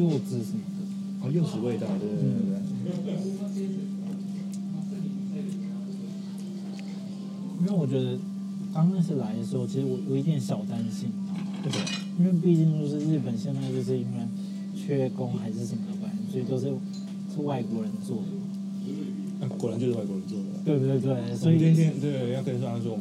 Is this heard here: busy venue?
yes